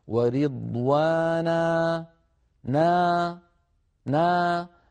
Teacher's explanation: فنجد صوت الألف يضعف ويتلاشى ويتخامد شيئا فشيئا، لا ينبتر بترا مفاجئا